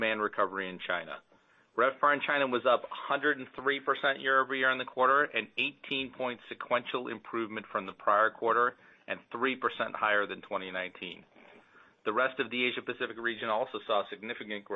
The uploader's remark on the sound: Q2 2023 Earnings Call